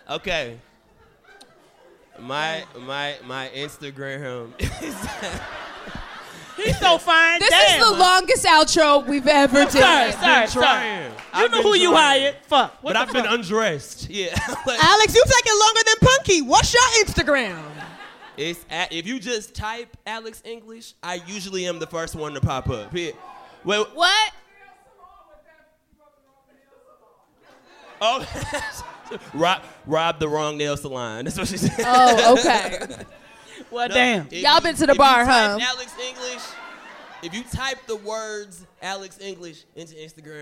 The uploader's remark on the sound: Live from the Bell House theatre in Brooklyn New York